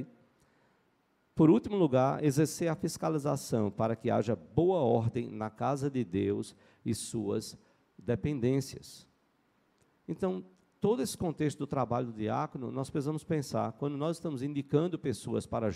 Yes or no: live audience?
yes